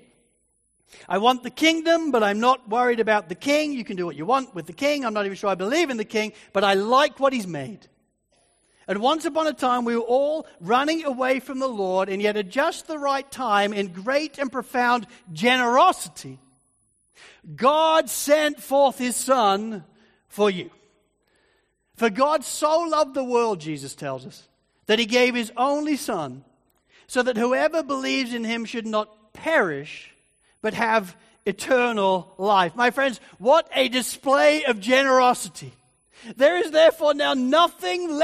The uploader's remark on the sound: Sermon recording from Sunday 3rd March 2024